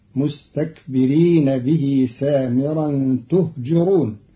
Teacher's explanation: قرأ قالون كلمة تهجرون بضم التاء وكسر الجيم، فتصير مستكبرين به سامرا تهجرون، من أهجر بمعنى أفحش في القول.